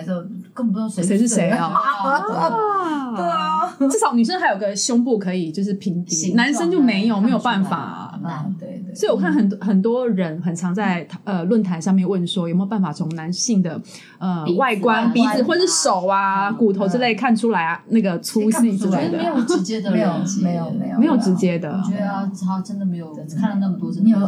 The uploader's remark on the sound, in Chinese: 本集聲音會有些雜音